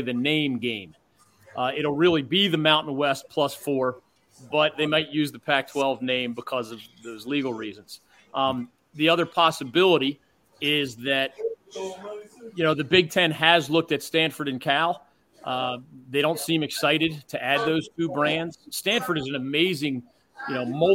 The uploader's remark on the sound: LIVE FROM PORKY'S BACKYARD BBQ